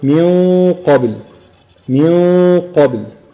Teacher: بتخرج من ميم وبتجيب الغنة وانت متهيئ لنطق حرف القاف، وتفخم وتفخم الغنة وتجيب حرف القاف بعدها